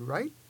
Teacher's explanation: if we are asking a question, we often end with a high or rising tone